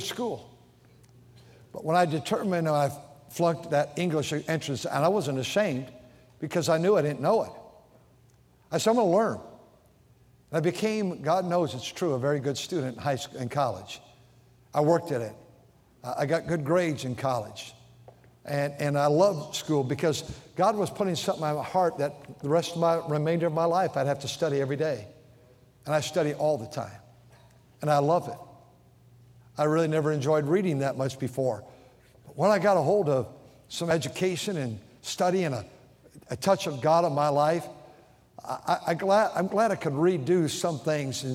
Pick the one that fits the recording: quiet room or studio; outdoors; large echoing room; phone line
large echoing room